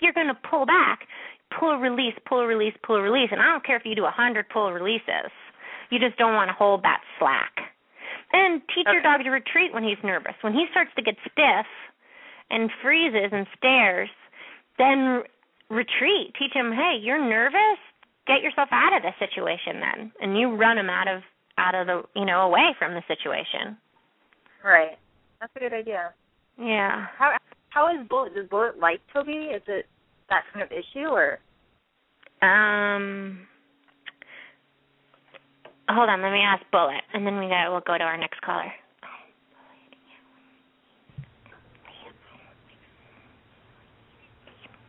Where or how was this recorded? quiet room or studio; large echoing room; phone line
phone line